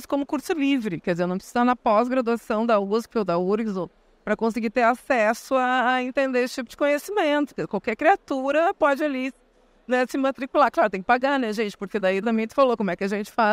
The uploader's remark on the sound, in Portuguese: No Fórum da Liberdade.